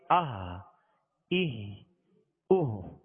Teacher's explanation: اس کو ہم نے ابتدائے حلق سے ادا کرنا، یعنی ہا کی آواز پیدا نہ ہو، اہ نہیں پڑھیں گے بلکہ اہ اہ.